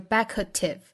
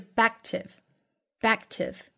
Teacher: Perspective.Perspective, perspective.重音呢也恰好是在 back 这个音节,backtive, backtive.那注意这个音节之中的 k 后面遇到了一个爆破音的 t,前面的这个都失去爆破，所以这个 k 的发音不能爆破十足啊，不是 backtive,而是 backtive, backtive.非常轻微的一个 k,几乎听不到了 · Shown in: second take